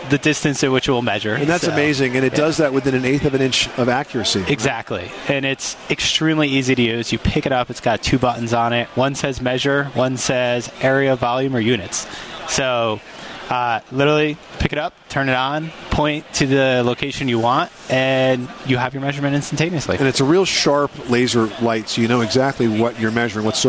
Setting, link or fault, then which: setting, busy venue